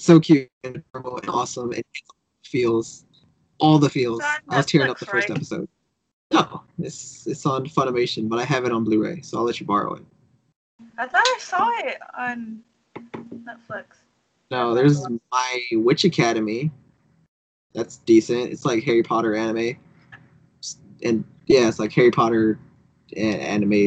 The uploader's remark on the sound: Sorry for the shitty audio!